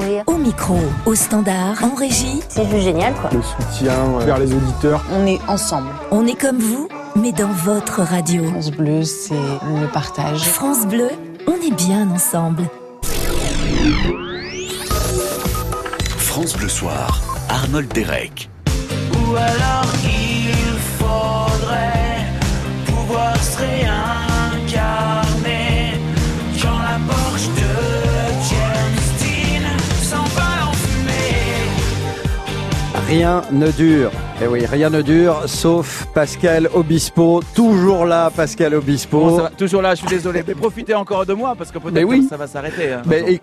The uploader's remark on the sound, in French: La fête de la Musique en direct de Nice